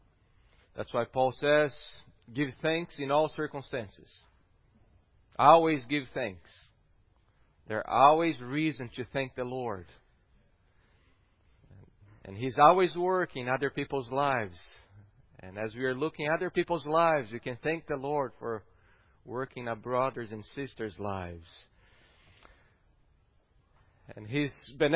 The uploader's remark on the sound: at Gracious Cross Reformed Church Salem on Sunday, November 29th, 2020.